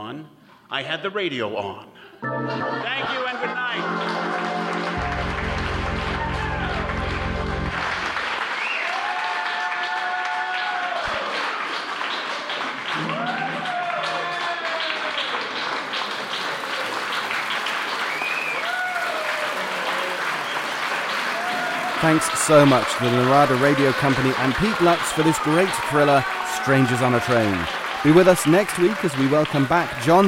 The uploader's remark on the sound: In this remake of a Lux Radio Theatre broadcast, The Narada Radio Company presents the audio adaptation of the classic Hitchcock film in front of a live theatre audience! Special release for the 2019 Sonic Summerstock Playhouse.